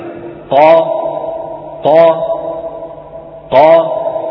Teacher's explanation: يعني لو قيل لك انطق قافا مفتوحة تقول هكذا قا قا قا، هذا قا كم عمل؟ هما عملان، العمل الأول عمل مخرج القاف اللي هو أقصى اللسان، وصاحبه مخرج الألف اللي هو أم الفتحة